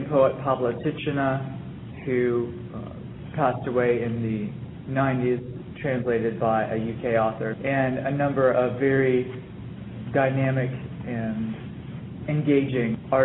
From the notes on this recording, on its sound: Taped live before an audience from the Virginia Humanities Conference at Bridgewater College, Bridgewater VA, April 8, 2011.